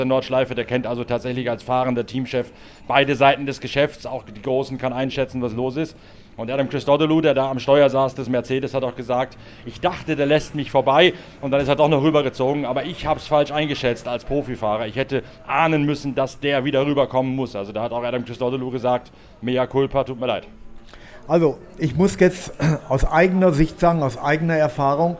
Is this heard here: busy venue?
yes